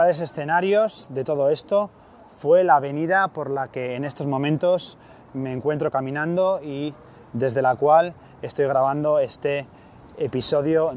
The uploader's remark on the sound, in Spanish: Un nuevo episodio grabado a pie de calle desde otro de los lugares más emblemáticos del Punk-Rock norteamericano. Telegraph Avenue, en Berkeley, California.